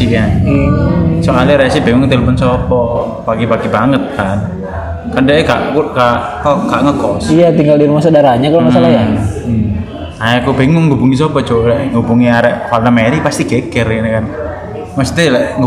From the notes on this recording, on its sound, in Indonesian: kami rekaman di dalam cafe Jendela (Tembalang)